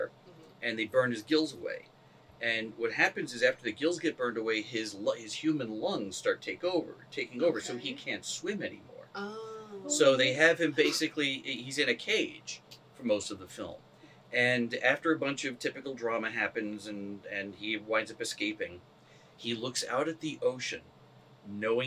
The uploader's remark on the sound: Our separate audio track was corrupted. The audio from the cameras. As a result, the audio is uneven and a bit room-tone-y.